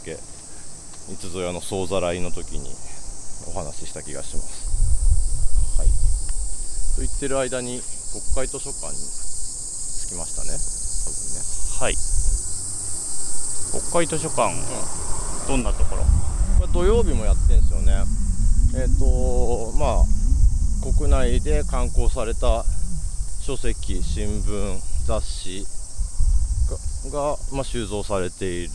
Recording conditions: wind noise